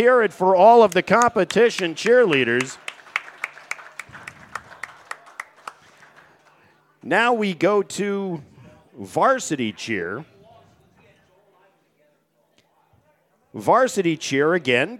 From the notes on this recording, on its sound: Live from the deck at The New Bertie's Inn